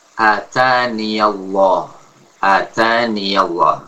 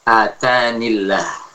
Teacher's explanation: Kalau dibaca dengan wasol, ya-nya ada dan di fathah · Shown in: first take